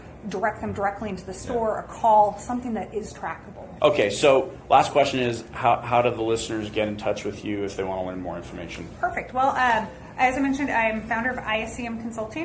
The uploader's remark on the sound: We did this session live at Canadian Digital Dealer